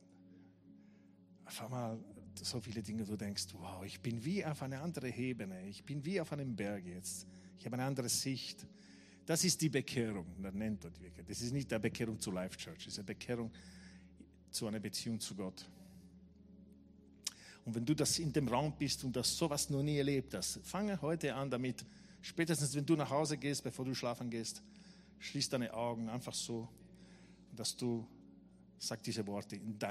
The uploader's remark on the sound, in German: Gottesdienst live aus der LIFE Church Wien.